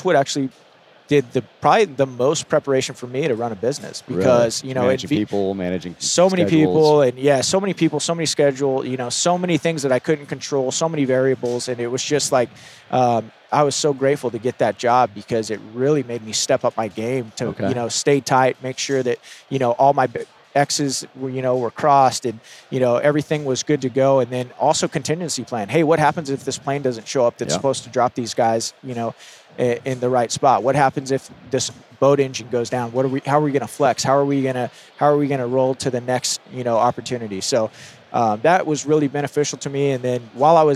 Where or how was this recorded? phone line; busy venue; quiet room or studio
busy venue